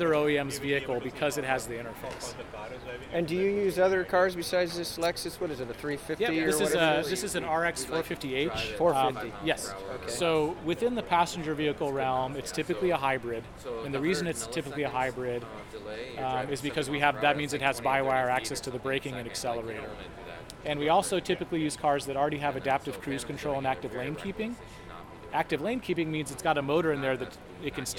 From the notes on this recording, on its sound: All recorded at the conference held at the San Jose Convention Center.